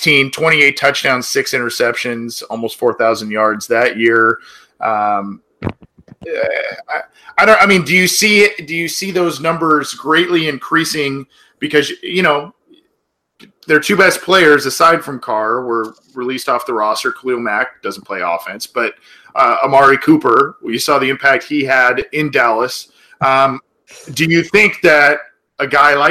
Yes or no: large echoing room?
no